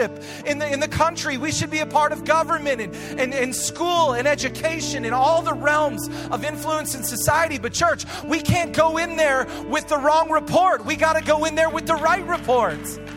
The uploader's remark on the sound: Recorded live at Hope Church in Springfield, Mo.